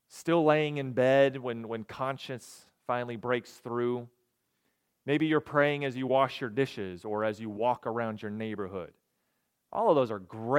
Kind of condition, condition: setting, large echoing room